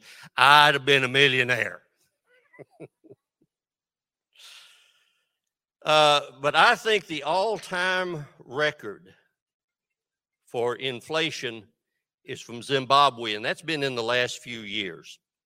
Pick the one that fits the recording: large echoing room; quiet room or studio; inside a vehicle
large echoing room